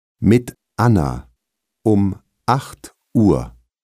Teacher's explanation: Die Stimme stoppt kurz und setzt dann wieder neu ein. Dieser Neueinsatz heißt Knacklaut. · Haben Sie gehört, dass zwischen mit und Anna eine sehr kurze Pause ist?